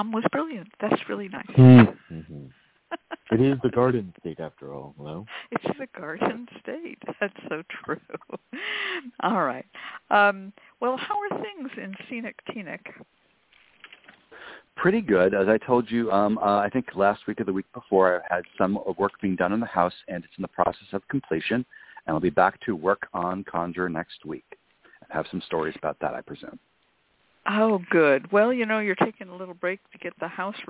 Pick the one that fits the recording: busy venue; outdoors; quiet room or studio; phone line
phone line